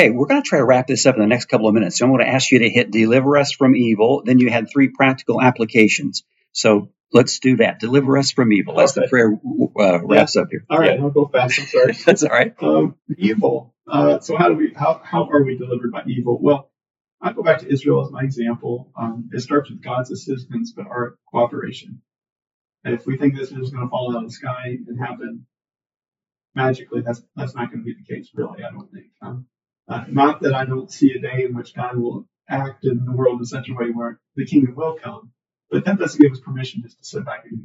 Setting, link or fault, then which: fault, poor sound quality